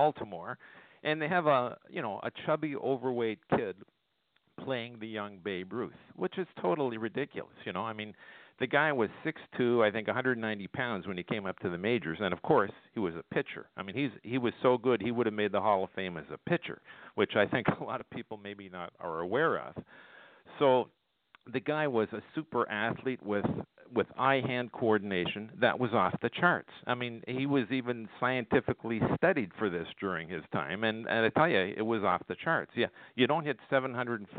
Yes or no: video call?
no